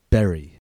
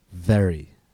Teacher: stopping the air with your lips on b, and letting the air flow through your lips and teeth on v